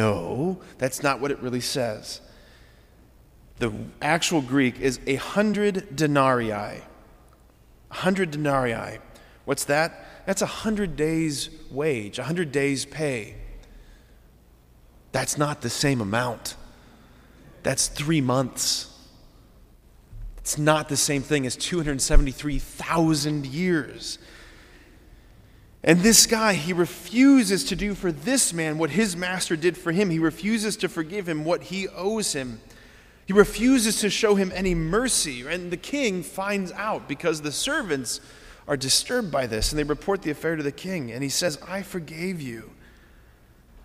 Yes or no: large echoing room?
yes